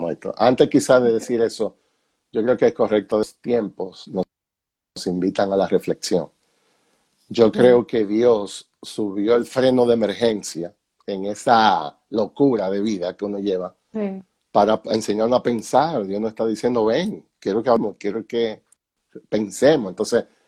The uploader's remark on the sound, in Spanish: Una conversación MUY REAL sacada de un en vivo en Instagram